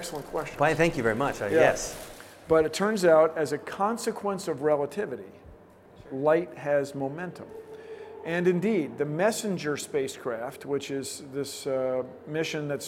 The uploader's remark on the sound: at the recent Science and Engineering Festival